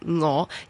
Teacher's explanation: 全部嘅我字咧都係有 NG 聲母啊